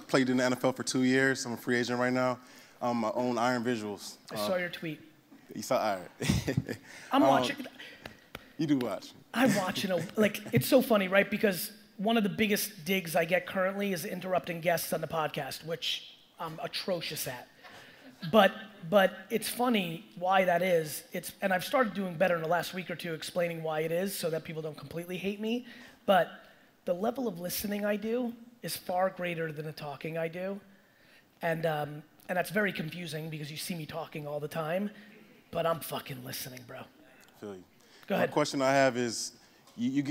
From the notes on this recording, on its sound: Today's episode is a throwback keynote! I use the majority of the time to provide the audience as much value as possible with a 50 minute Q&A around business strategy in 2020.